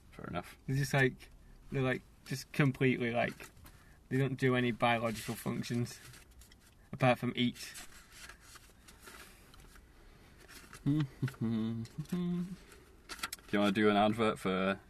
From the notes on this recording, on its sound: recorded in the Cinema car park